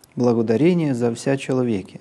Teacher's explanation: Значит, вот это вот «за вся», «за» пониженное, а «вся» опять выходит на основной тон